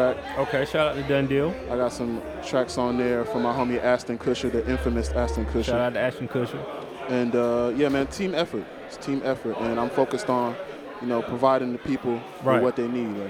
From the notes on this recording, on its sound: Kicking It At Adventure ATL Fest 2018. Live at The Masquerade Atlanta.